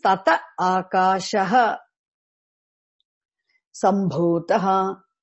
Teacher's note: Whenever visarga precedes long vowel a, visarga gets dropped. Visargasya lopah bhavati.